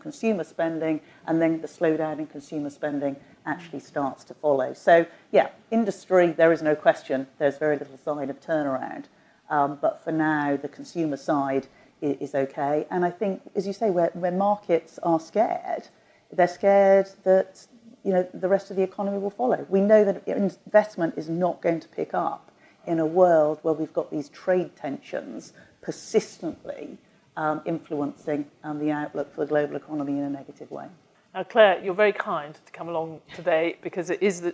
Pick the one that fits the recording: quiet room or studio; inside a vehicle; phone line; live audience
live audience